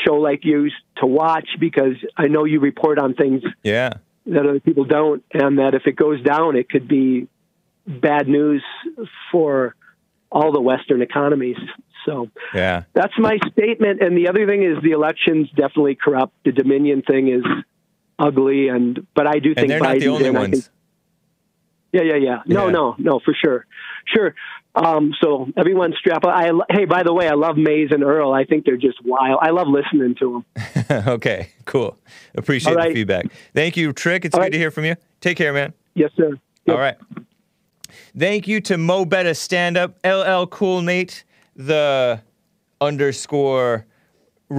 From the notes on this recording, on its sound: His phone’s messed up.